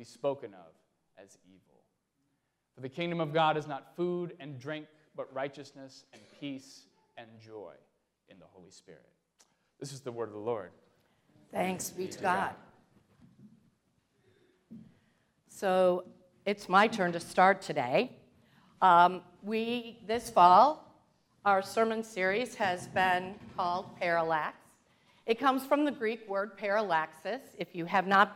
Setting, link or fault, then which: setting, large echoing room